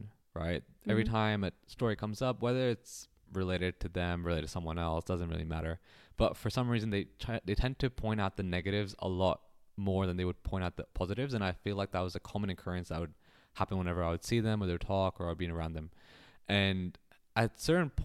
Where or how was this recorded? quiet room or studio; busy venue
quiet room or studio